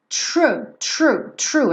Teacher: A gente tem o R aqui enrolado logo depois do T, true, e o finalzinho com th, né?